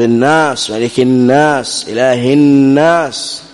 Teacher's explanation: عندما يجد المخرج انقفالا تاما، ينقفل المخرج انقفالا تاما، يحصل أن الصوت يتحول إلى التجويف الأنفي، وهو ما يسمى بالخيشوم · Term: غنة